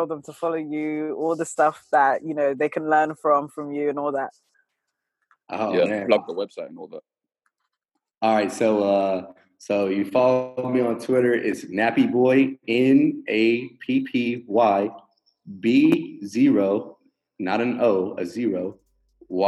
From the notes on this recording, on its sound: We apologise for the drop-off in the sound quality, we had to use Zoom to do this interview.